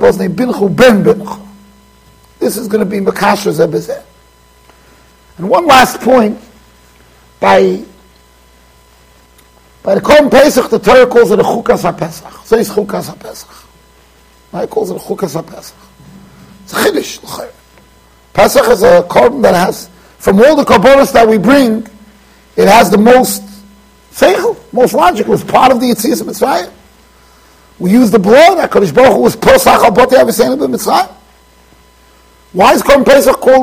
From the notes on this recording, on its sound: Shiur recorded in Yeshivas Ohr Reuven, Monsey NY.